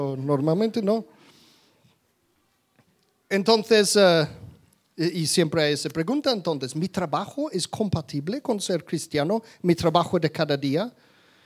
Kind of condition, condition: setting, live audience